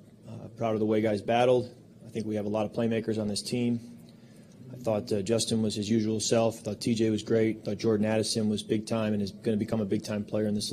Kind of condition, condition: setting, busy venue